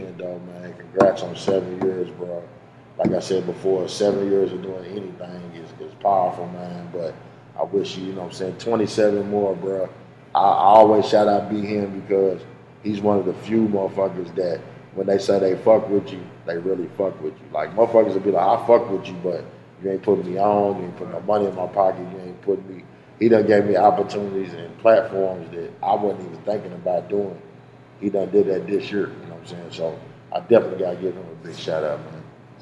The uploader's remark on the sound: We apologize for the audio quality of this episode, we had some technical difficulties, but have since been fixed!